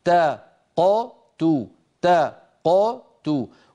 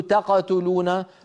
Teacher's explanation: تا نفتح الفم عند التاء، تا قو نقلقل القاف دون أي عمل إضافي، تو ونضم عند التاء · Shown in: first take · صارت هكذا تا قو تو تا قو تو، ولا نقول تقتلون ولا نقول تقتلون، لا نضم التاء.